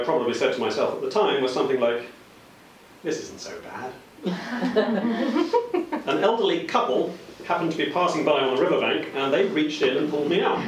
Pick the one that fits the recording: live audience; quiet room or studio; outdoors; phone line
live audience